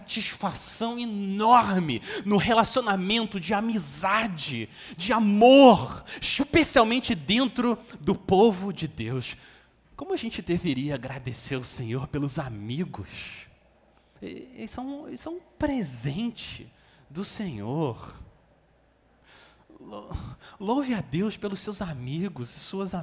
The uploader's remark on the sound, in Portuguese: Mensagem gravada na Igreja Batista Jardim Minesota em 04/02/2024.